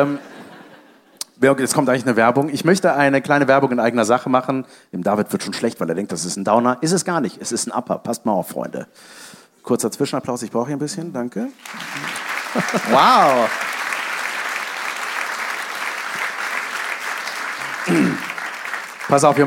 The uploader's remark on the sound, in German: Live in Köln